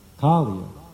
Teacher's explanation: The long, the first syllable is long